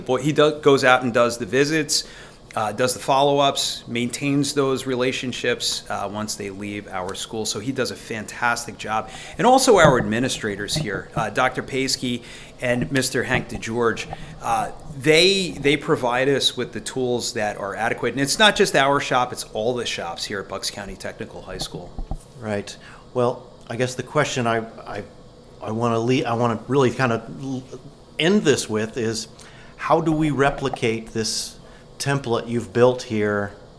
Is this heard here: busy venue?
yes